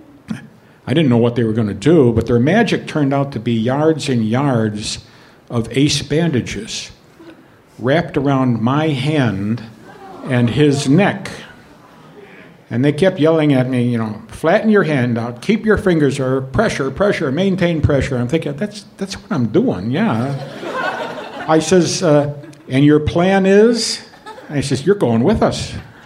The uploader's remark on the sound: Live From Chicago! At our very first show in that toddlin' town!